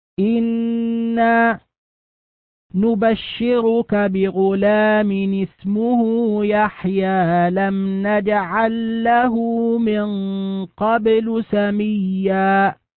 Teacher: نون مشددة حكمها الغنة بمقدار حركتين